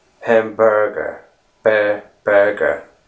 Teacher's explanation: you can imagine that that R letter is omitted totally, and it's just a long E